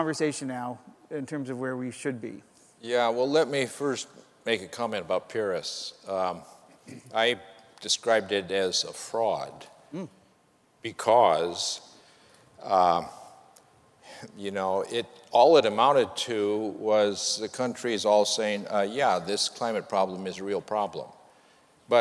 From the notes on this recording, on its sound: GreenBiz 16. This week's GreenBiz 350 podcast comes live from the Phoenix site of our annual gathering of sustainability chiefs from some of the world's biggest companies.